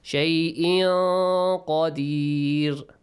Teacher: Tanween plus Qaf. Hide the sound of tanween.